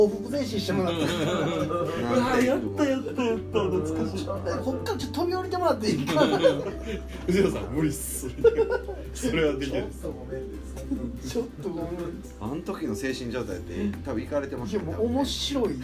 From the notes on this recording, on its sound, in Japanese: 神戸、SPACE DOG!RECORD(お店)より。